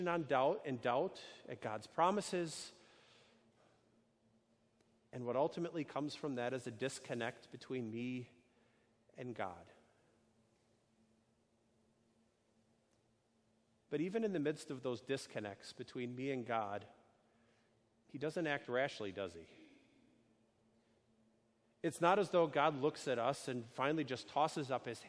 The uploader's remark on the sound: A sermon delivered on Sunday, June 9, 2019, at Our Savior Lutheran Church in Birmingham, AL